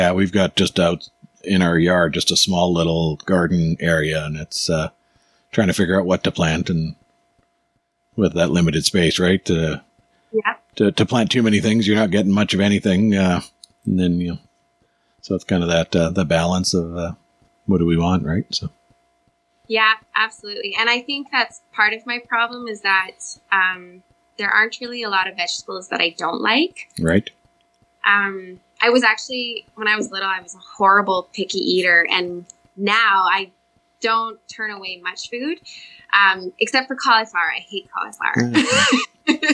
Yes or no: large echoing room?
no